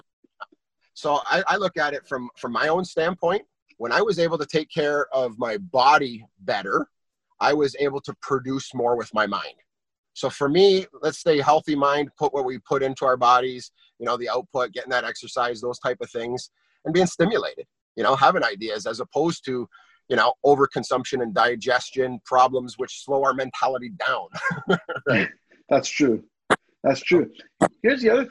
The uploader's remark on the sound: In this Zoom Recording